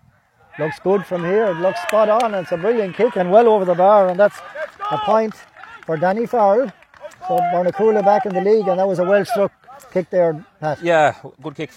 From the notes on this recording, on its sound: Full Live Audio Commentary from Dromod